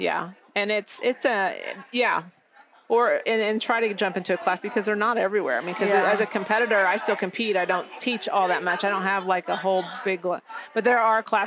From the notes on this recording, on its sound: live from YWLS